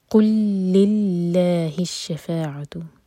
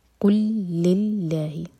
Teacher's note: لام اور لام کا ادغام، لام کو اسٹرانگ پڑھیں گے. قل للہ، دونوں لام پر شدہ ہے، قل اللہ نہیں پڑھنا.